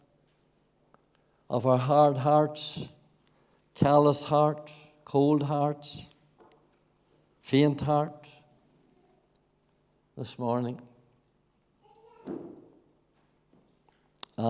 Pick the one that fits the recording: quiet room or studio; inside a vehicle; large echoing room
large echoing room